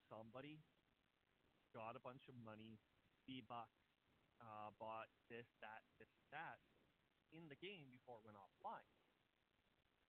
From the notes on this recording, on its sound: The audio is a little quiet cuz I tried something a little different.